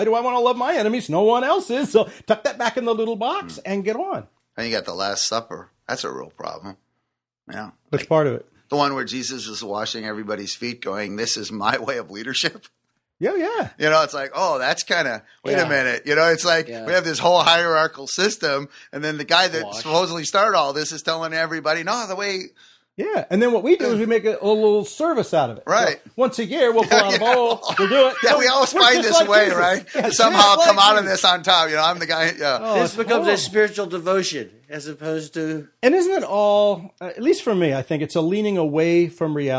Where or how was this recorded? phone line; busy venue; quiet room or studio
quiet room or studio